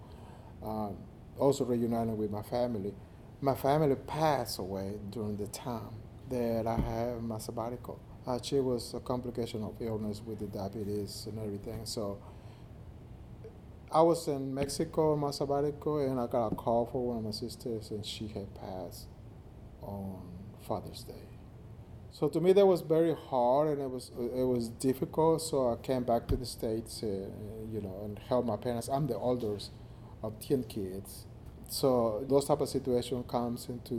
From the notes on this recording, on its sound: Live from the Z. Smith Reynolds Renew & Refresh Retreat.